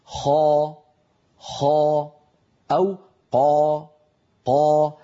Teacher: إن حرف الاستعلاء وهي حروف خص ضاء تنقض مفخمة، نعم، يعني يمتلئ الفم بصداها ويصطدم صوتها بقبة الحنك ويعود برنين بصدى يملأ الفم